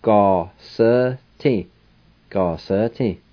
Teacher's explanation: E-ga-sa-ti. And sometimes people will leave the front I sound off and they'll just simply say ga-sa-ti